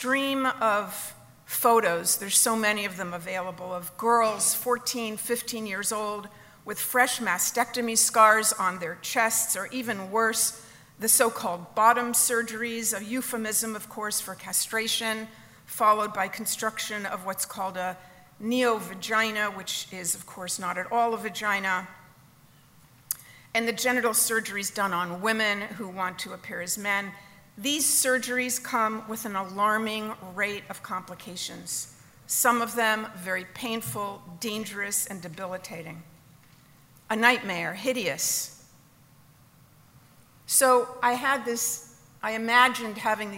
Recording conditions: live audience